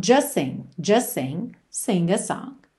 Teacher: essa letra T quase nunca aparece, especialmente quando a próxima palavra começa com S. Aí mesmo que a gente liga de um S para o outro.